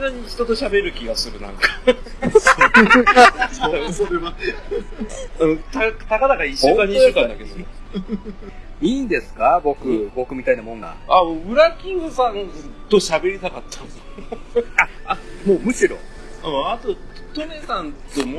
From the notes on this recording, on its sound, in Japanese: 諸都合で外での収録だったため、車の通る音なども聞こえますがご容赦ください。